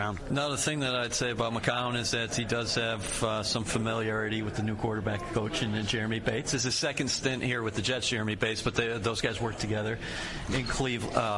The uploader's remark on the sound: Live at the League Meetings